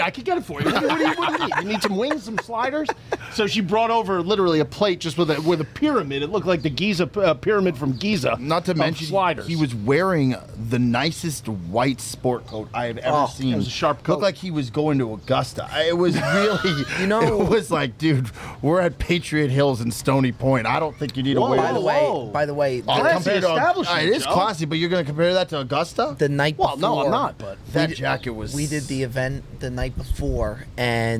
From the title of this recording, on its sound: LIVE FROM LUNA'S WOOD FIRED TAVERN!